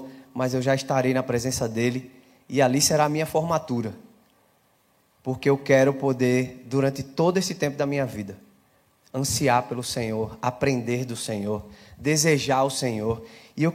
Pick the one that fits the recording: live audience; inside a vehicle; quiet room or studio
live audience